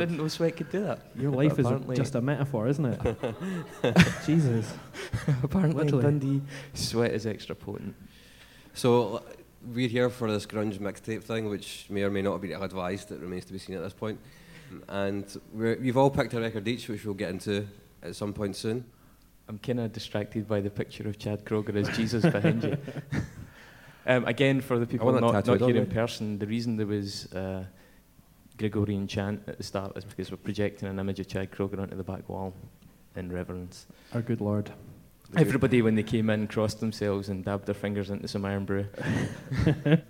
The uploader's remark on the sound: We recorded this live at The Flying Duck in Glasgow and a great time was had by all. There were laughs.